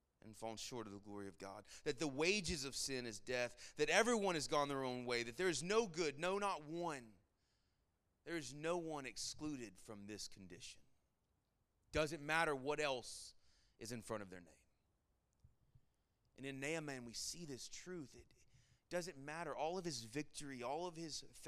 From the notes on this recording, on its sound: Sermon Audio from our Worship service